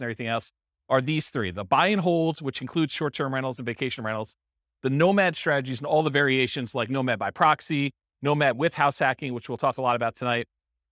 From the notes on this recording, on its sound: This was a live class recorded